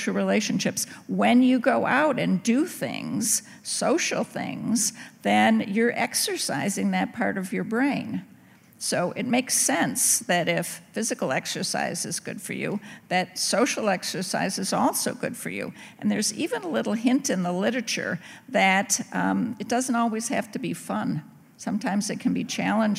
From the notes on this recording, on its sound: In front of a live audience at the Studebaker Theater in Chicago, Illinois, presented with WBEZ and Mindworks.